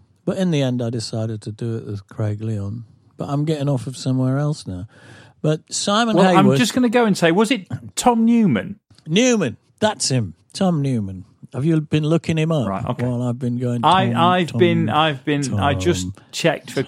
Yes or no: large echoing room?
no